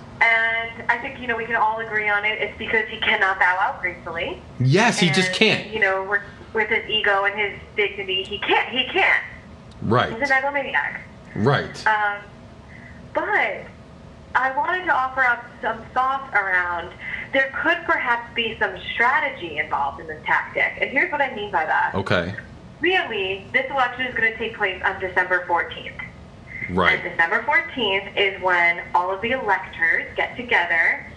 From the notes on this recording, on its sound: Various callers, including usual guests and others call in to discuss their feelings and frustrations. Music keeps playing....